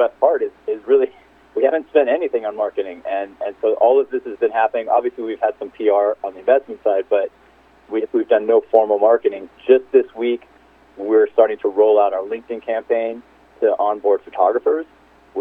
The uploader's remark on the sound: called in to SmallCapVoice